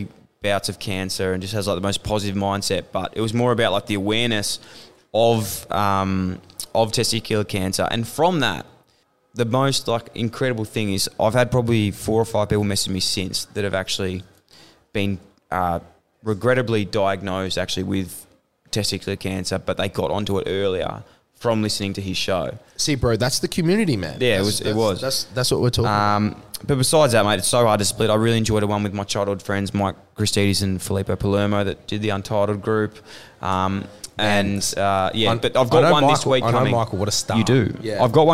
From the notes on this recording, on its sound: at last minute we were able to pivot and get a show together live at Melbourne Central